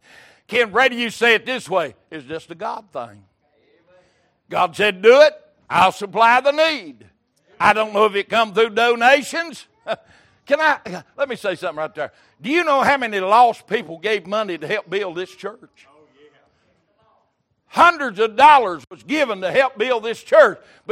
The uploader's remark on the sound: Recorded January 15, 2023 - Sunday Morning Service